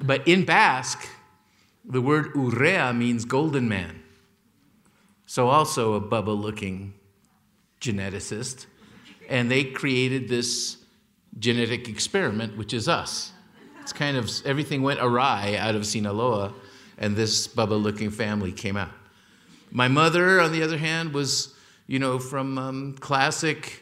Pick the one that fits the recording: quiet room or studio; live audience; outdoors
live audience